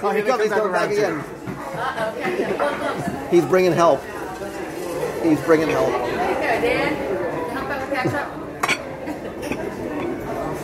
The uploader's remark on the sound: Live restaurant review of the Whispering Canyon Cafe. Join us virtually around the breakfast table for our live restaurant review of one of Walt Disney World's most fun, engaging, well-themed, entertaining and delicious experiences - the Whispering Canyon Cafe at Disney's Wilderness Lodge.